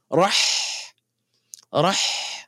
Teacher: pay attention that the sound is coming from the middle of your throat.